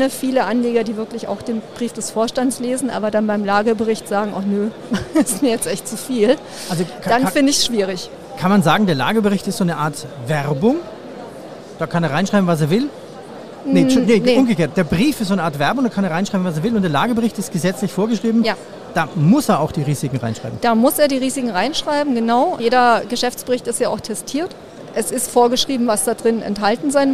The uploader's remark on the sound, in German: Diesmal live vom Börsentag Hamburg